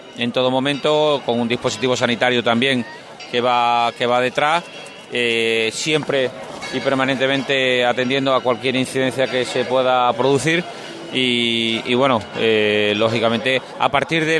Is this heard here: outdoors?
yes